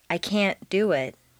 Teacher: Make the negative can't sound very short and stress both can't and the verb.